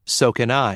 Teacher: The pronoun can also be stressed. The auxiliary verb is unstressed.